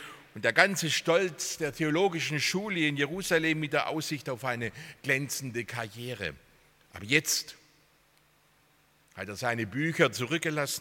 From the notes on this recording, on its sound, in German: aus dem Gottesdienst der Liebenzeller Mission